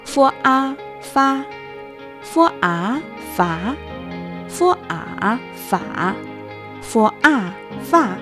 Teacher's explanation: la única consonante de pinyin en la que se requiere tocar el labio inferior con los dientes superiores para lograr su pronunciación. Explicando de manera simple, la fo se pronuncia igual que la f en español cuando forma sílabas junto con las vocales.